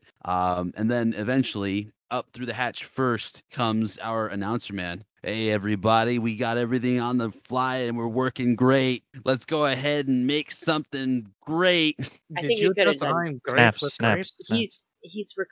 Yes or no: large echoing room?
no